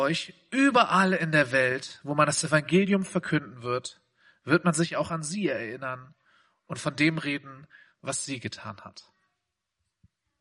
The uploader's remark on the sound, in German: Predigt im Rahmen des GreifBar+ Gottesdienstes